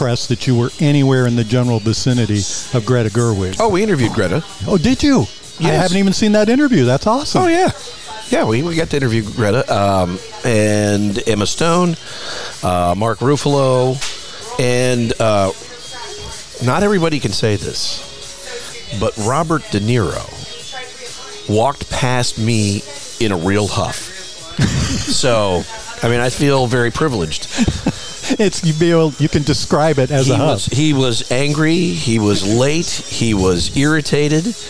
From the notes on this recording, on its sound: Recorded in Palm Desert at Skip Paige’s Little Bar – the Center of the Coachella Valley Universe.